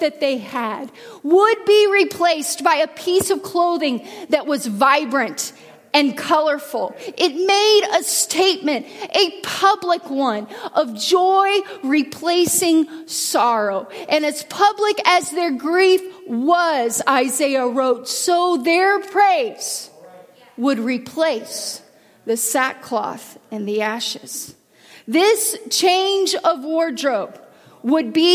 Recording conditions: large echoing room